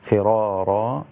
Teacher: في قوله فرارا الراء مفخمة قولا واحدا